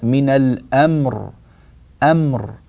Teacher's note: فنسكن الميم جيدا ونعطي الراء حقها من الزمن